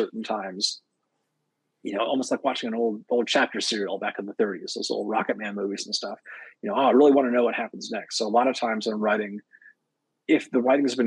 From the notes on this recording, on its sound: Recorded through Streamyard. YetiBlue microphone used for recording.